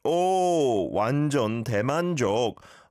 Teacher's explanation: it would be more like oh, as in an oh sound rather than an ah sound